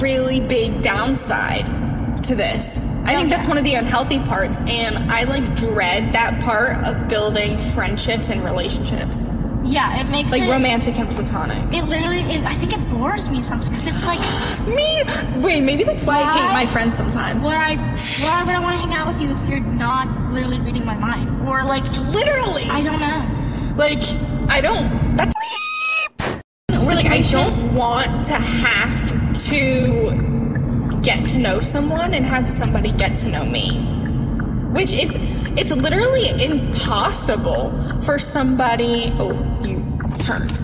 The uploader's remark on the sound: all while in the car